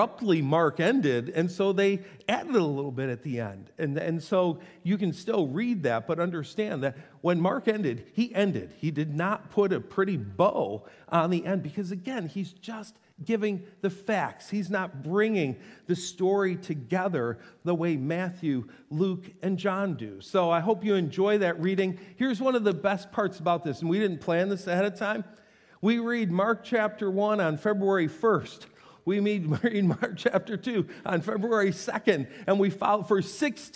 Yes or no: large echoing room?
yes